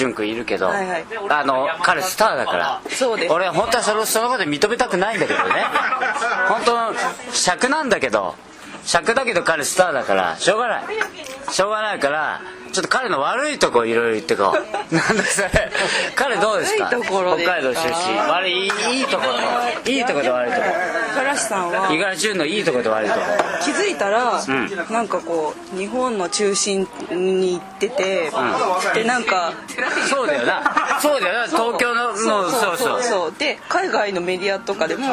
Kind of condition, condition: setting, busy venue